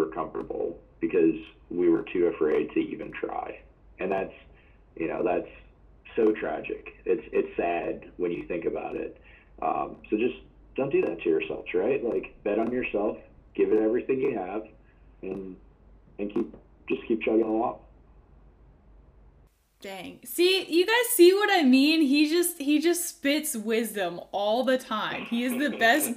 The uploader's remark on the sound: Not my best audio editing skills.